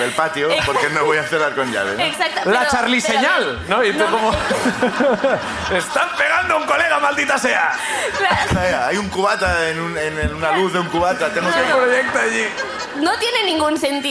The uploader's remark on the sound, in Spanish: La Ruina desde Bilbao. Sube el público de Bilbo.